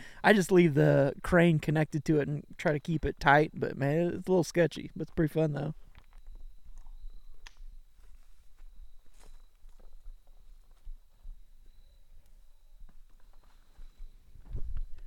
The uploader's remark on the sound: Live From the Woods. Cook some Beef heart and boneless pork ribs in cast iron over the fire.